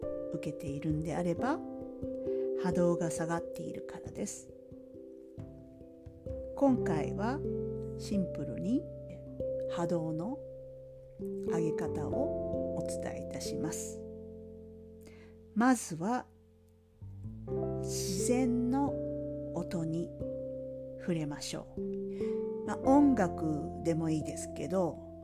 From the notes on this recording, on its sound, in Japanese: 声の調子があまり良くないので、声が小さいので、聞き苦しいかも知れませんが